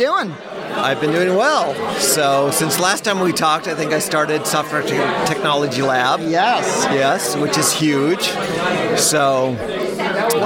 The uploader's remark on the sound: live from C++ On Sea 2023